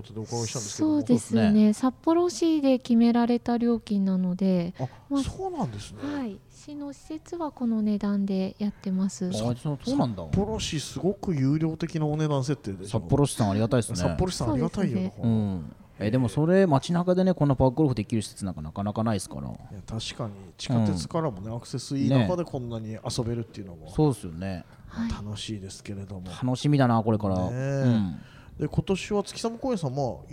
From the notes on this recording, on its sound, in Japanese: 月寒エリアを散歩しながら。今回は、豊平区を代表する公園「月寒公園」に来てみました。野球場が2つもある大きな公園！散策するのにおすすめのコースを歩きながらレポートしていきます。